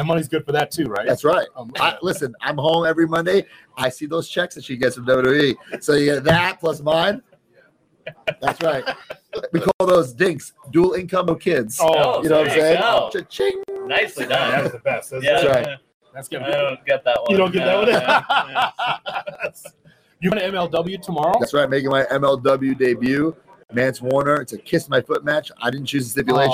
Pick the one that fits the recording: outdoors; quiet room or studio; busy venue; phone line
busy venue